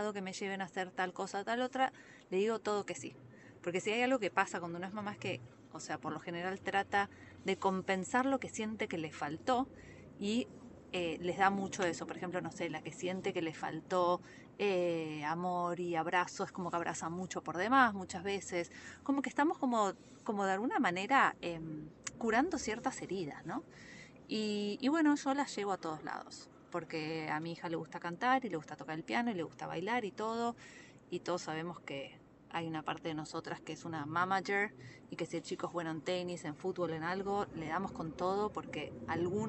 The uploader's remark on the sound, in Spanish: Pensamientos desde carpool. Estos mini episodios son grabados mientras espero a mis hijos.